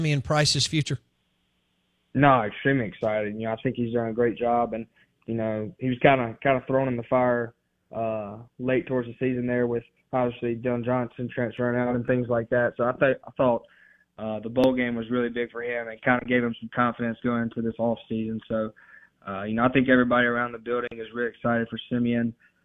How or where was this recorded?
phone line